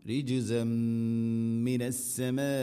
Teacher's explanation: ridge റിജിസമ്മിന തെൻവീനു ശേഷം മീമ് ഇദ്ഗാം ബിഗുന്ന തെൻവീനിനെ മീമിലേക്ക് ഇദ്ഗാം ചെയ്ത് അഥവാ കൂട്ടി ലയിപ്പിച്ച് മണിച്ചുകൊണ്ട് ഉച്ചരിക്കണം